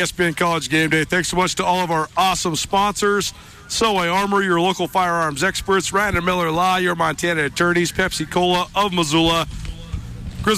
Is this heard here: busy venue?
yes